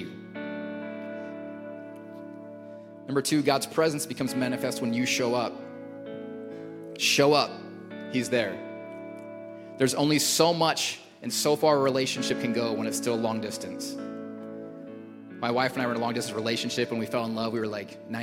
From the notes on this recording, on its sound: Recorded at Hope Church in Springfield, MO